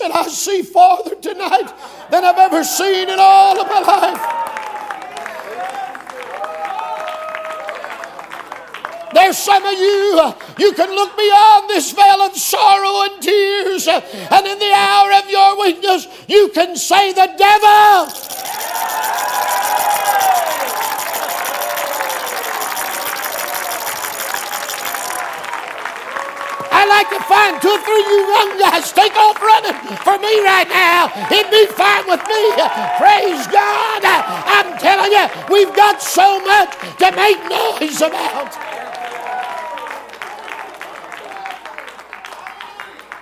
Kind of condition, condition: setting, live audience